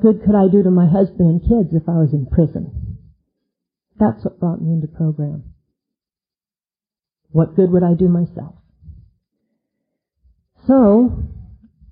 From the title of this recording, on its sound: 2001 Unity Conference - Lunch Speaker